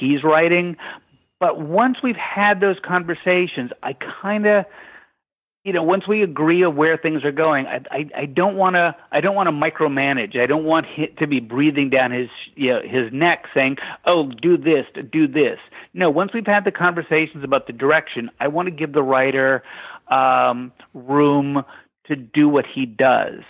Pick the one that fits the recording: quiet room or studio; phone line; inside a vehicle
phone line